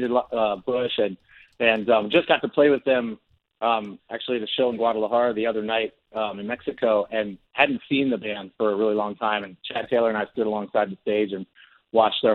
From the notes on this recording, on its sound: calls into Feedback